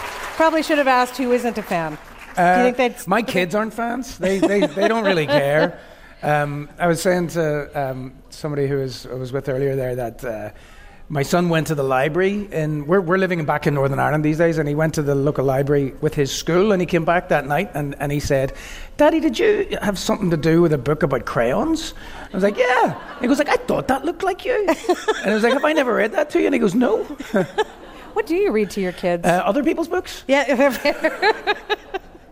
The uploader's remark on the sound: on stage at the Toronto Reference Library's Bram and Bluma Appel Salon